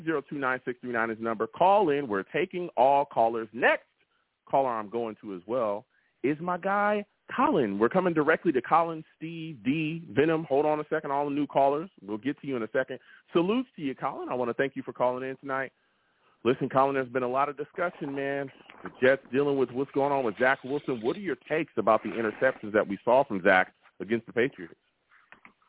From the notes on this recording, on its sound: I also take live callers!